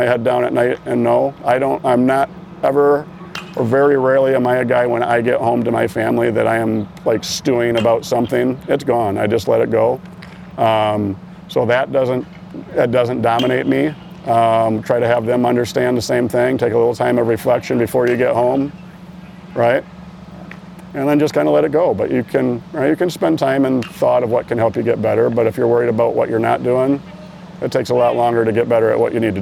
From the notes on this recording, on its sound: ABCA Member Coaches in Enid, Oklahoma and Cedar Rapids, Iowa. Interviews in this week's ABCA Podcast were recorded on the scene with ABCA member coaches at the NJCAA Div. II Championship in Enid, Oklahoma, and the NCAA Div.